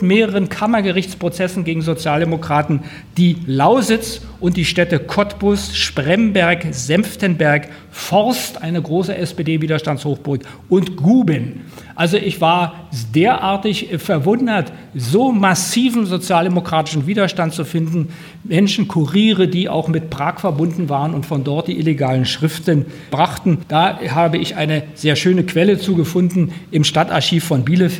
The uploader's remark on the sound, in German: Das Landesbüro der Friedrich-Ebert-Stiftung in Potsdam hatte den Autoren und zahlreich interessiertes Publikum zur Präsentation des Buches eingeladen.